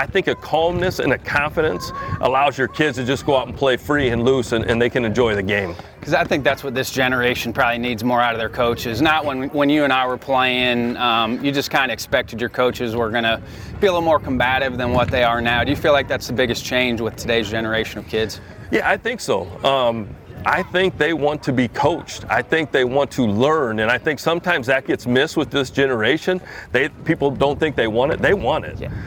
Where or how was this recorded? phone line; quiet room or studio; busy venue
busy venue